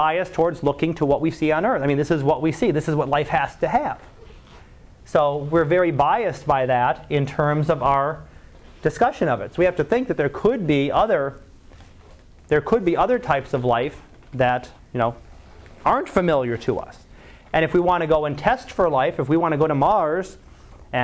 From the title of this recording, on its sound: Live Class Lecture